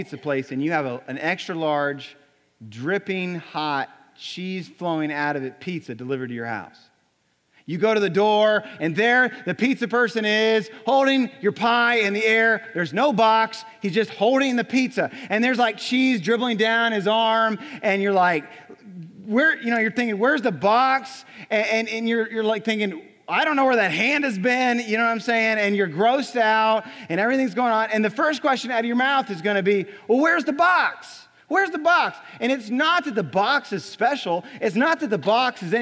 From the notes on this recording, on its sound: Recorded on February 25, 2018 at Graceland Baptist Church in New Albany, Indiana.